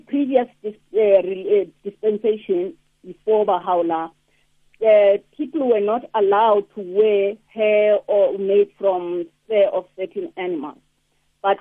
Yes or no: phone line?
yes